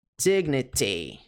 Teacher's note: pronúncia americana, dignity, esse T no final soa como ri